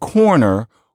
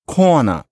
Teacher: you drop or vastly distort your R's at the end of syllables · Shown in: second take · Term: R-lessness